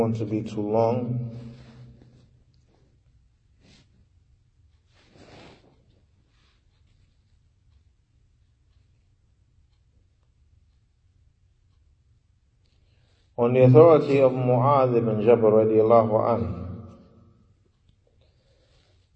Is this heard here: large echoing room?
yes